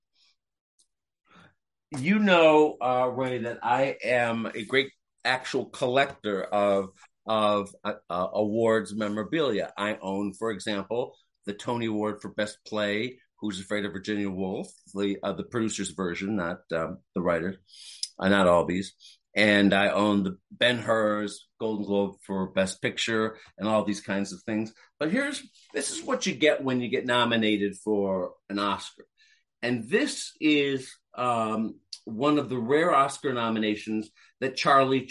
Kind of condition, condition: link, video call